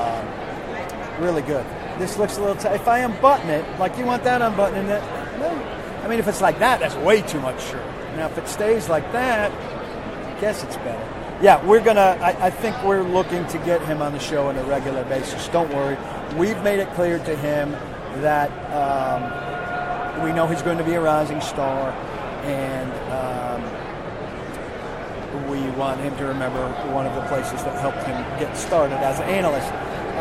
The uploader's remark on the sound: Live from Super Bowl LII. Live from Radio Row.